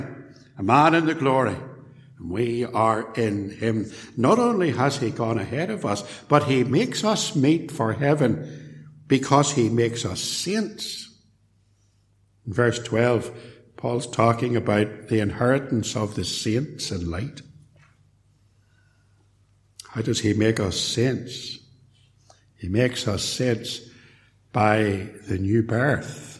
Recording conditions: large echoing room